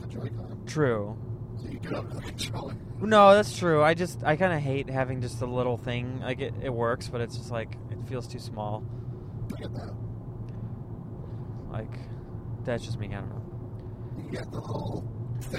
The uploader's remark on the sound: Just hang out and talk as they attempt driving to the San Francisco Punch Line. They did not make it, but they had fun.